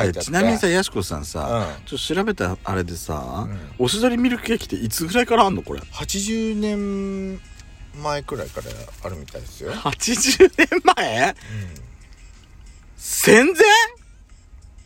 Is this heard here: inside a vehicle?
yes